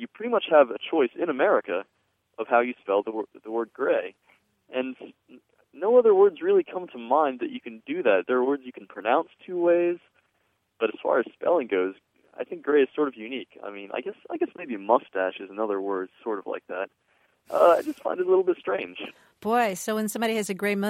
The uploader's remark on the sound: A caller from Down Under phones to say he's annoyed when honorees declare they're 'humbled' by this or that award.